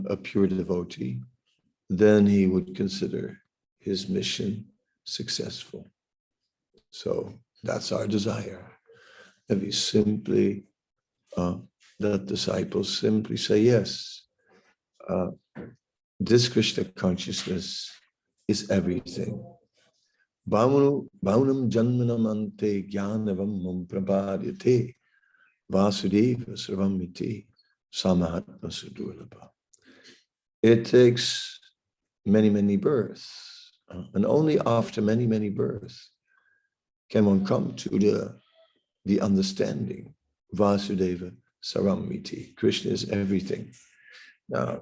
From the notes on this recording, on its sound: Zoom Meeting